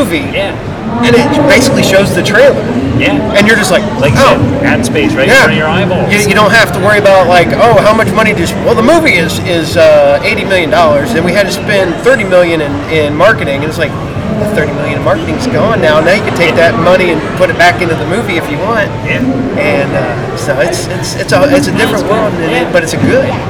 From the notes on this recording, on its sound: This episode was filmed live at Haunted Screams Expo